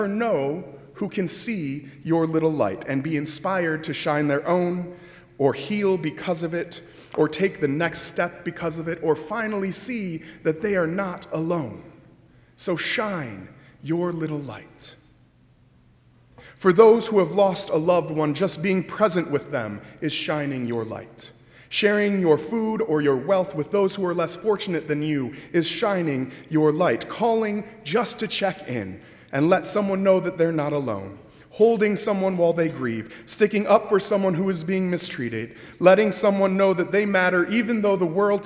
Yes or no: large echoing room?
yes